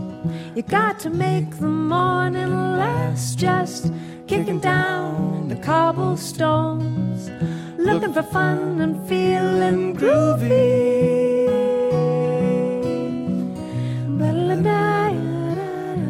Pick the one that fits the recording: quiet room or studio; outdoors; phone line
outdoors